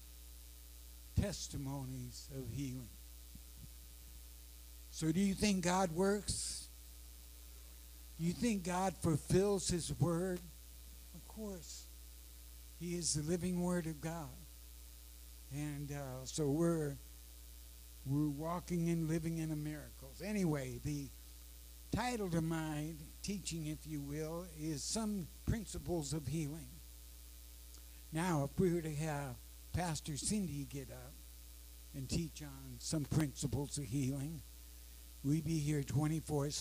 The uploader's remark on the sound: Sorry, low audio.